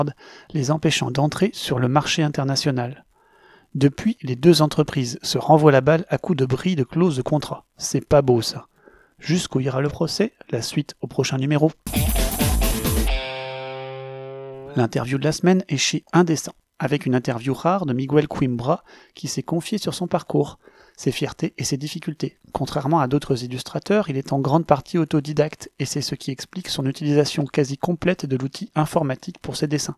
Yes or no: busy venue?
no